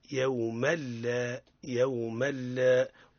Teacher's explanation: وقسم لا غنة فيه، إدغام بلا غنة وهي في اللام والراء. إذن هنا تنوين أتى بعده حرف اللام، إدغام بلا غنة